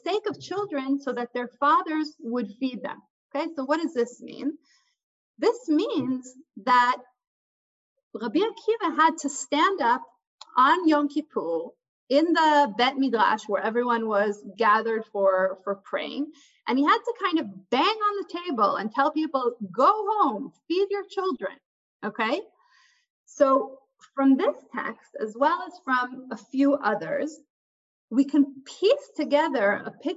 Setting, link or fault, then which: link, video call